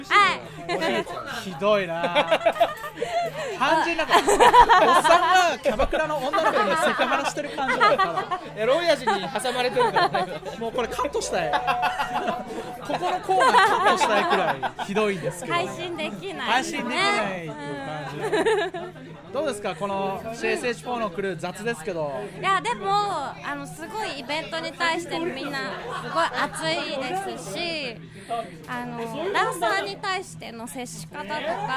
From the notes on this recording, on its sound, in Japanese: PODCASTRADIO and LiveStreamingRadio。公開収録しています。